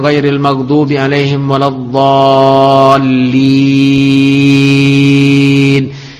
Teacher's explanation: Dia sebenarnya mat tabi'i ya, tapi karena kita berhenti di situ, maka mat tabi'inya menjadi arid lis sukun dan panjang 5 harakat